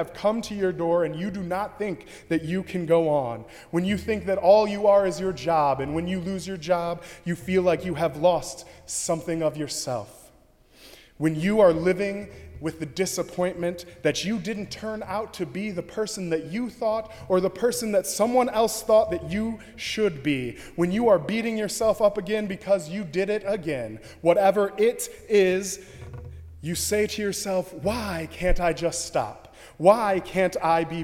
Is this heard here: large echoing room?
yes